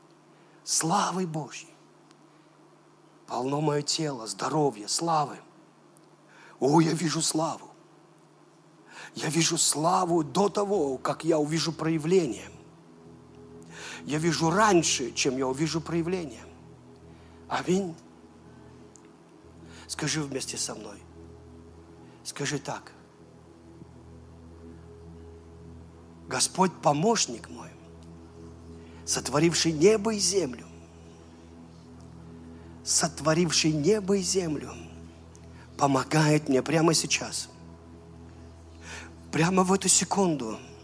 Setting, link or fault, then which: setting, large echoing room